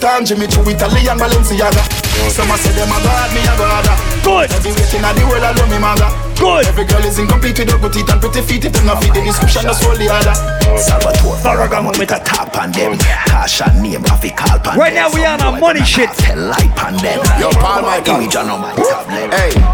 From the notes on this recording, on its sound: Live audio recording of my set at island saturdays on june 11.